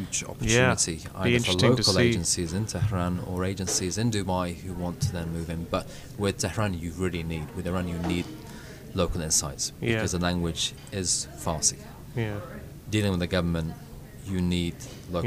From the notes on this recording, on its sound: Podcasting live from the World PR Forum 2016 in Toronto